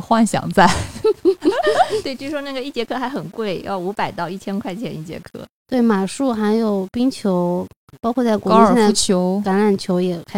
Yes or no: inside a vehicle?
no